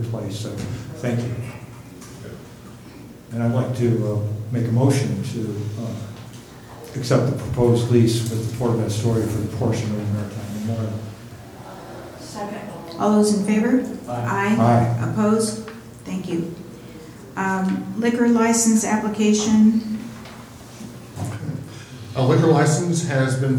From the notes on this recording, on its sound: Live recording of Astoria City Council Meeting, Oct 1, 2018.